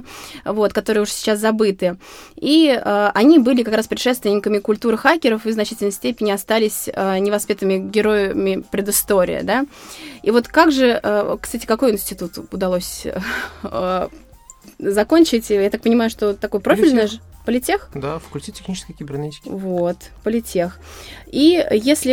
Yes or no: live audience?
no